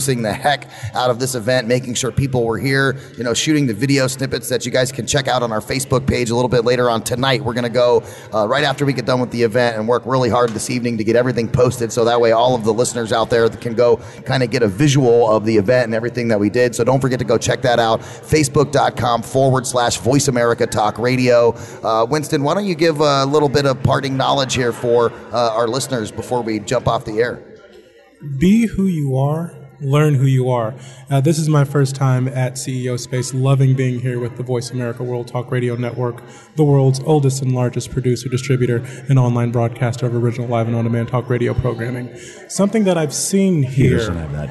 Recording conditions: busy venue